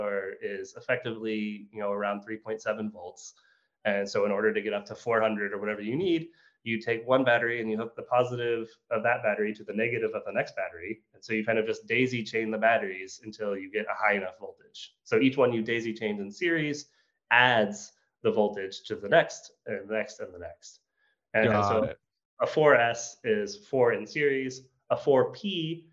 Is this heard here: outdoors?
no